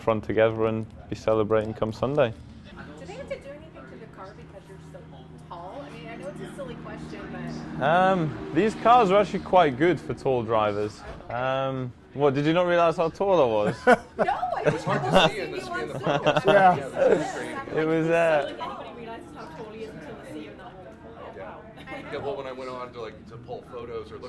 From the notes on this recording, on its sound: On Location at IMS. We're on location at the Indianapolis Motor Speedway. Before his first practice session of the day.